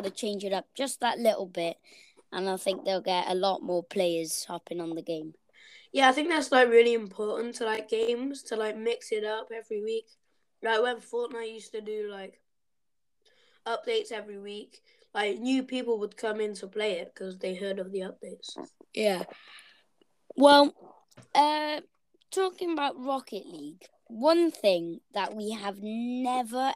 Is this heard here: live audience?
no